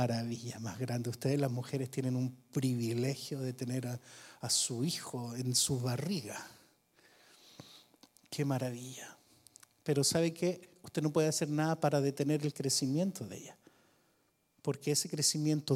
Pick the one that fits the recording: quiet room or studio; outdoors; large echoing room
large echoing room